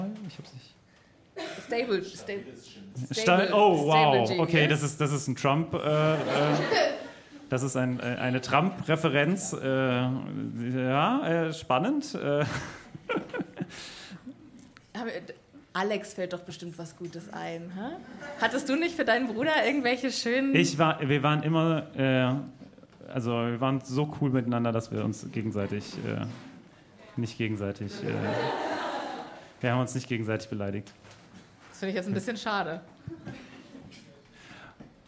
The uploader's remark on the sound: LIVE IN FRANKFURT